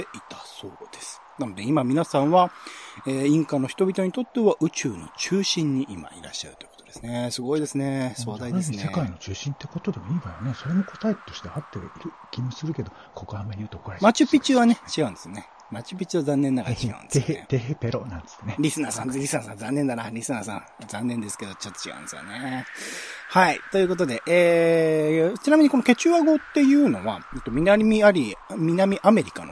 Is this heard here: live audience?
no